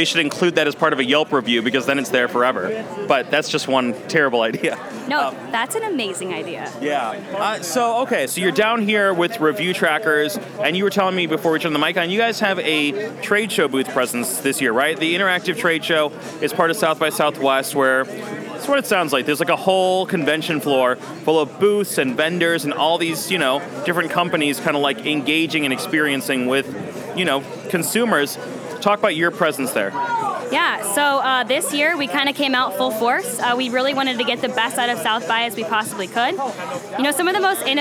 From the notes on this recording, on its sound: In an interview recorded at the ChicagoMade activation lounge at SXSW